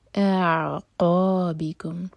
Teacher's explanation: ا cut off sound کے ساتھ اور عین حلق سے، ا پہلے ا ایک حرکہ کھینچ لیں اس کے بعد عین ٹچ کریں گے.